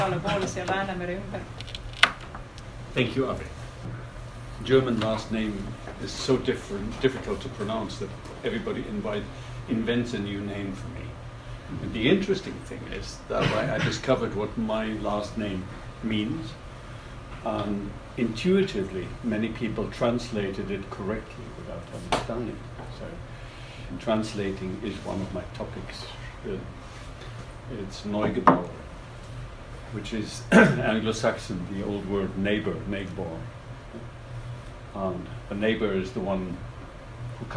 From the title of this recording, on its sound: lecture at Tallinn University 21.11.2018